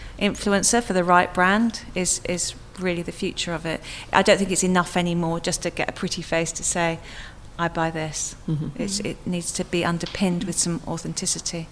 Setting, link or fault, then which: setting, busy venue